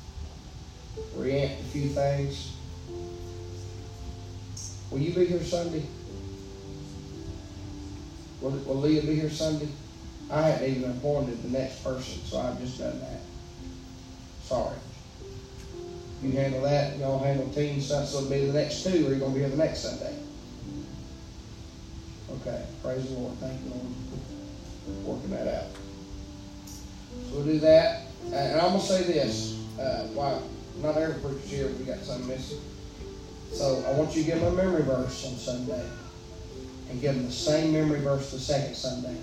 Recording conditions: large echoing room